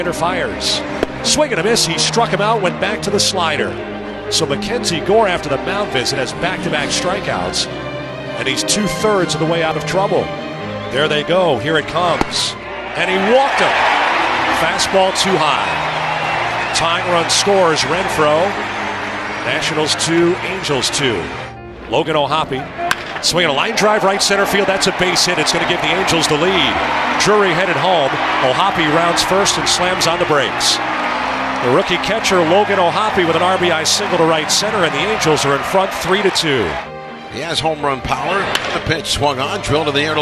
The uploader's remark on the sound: Live from Angels Stadium